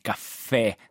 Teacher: accento grave, si pronuncia E aperto